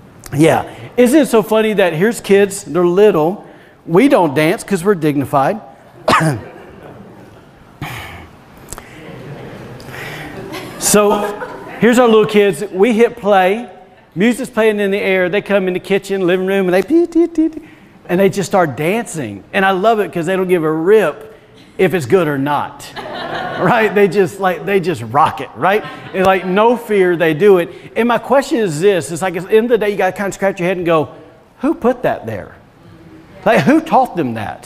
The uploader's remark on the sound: Was recorded on Sunday, May 2nd, 2021, during service at The Anchor Church in Rockport, Maine.